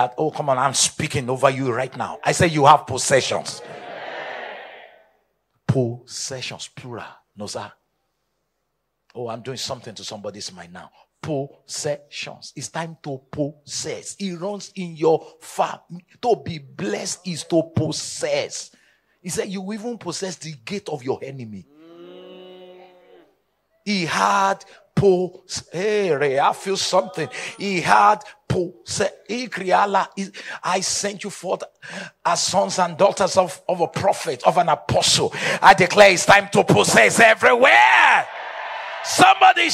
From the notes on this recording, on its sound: Day 2 of the Supernatural Lagon Rain Conference